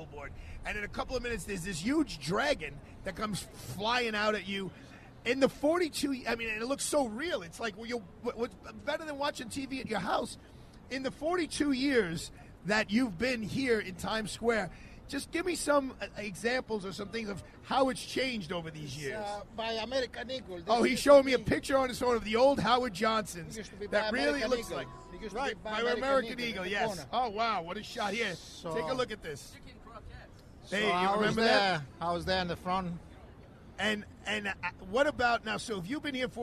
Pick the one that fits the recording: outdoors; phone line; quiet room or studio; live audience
outdoors